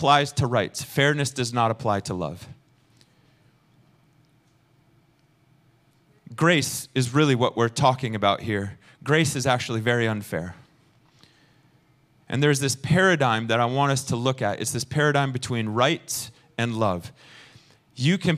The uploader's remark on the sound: Recorded sunday evening service at Reunion Hawaii.